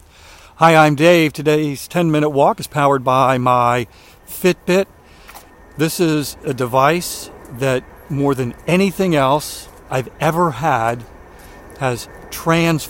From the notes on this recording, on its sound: During today's ten-minute walk.